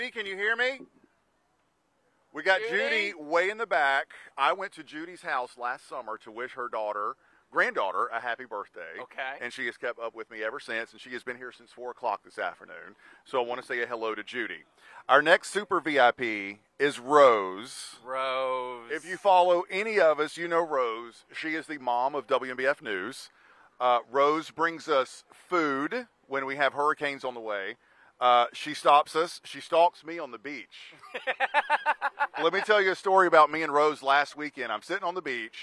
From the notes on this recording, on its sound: Broadcast live from Bonfire Taqueria in Conway for our season finale as part of WMBF First Alert Hurricane Week!